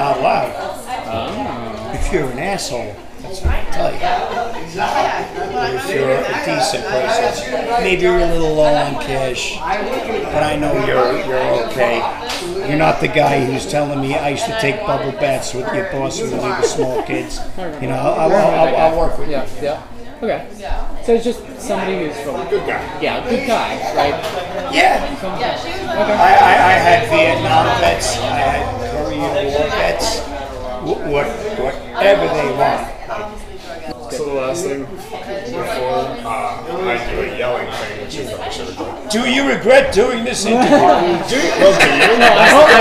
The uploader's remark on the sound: in front of live bar audience!